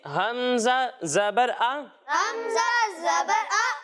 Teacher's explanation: اور جب ہم حمزہ کی ادائیگی کریں گے تو اسے ہم حلق کے نچلے حصے سے پڑھیں گے